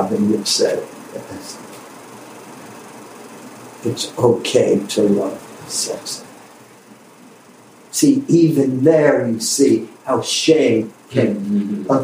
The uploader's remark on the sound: Sorry for the quality of the recording. Cleaned up as best as possible.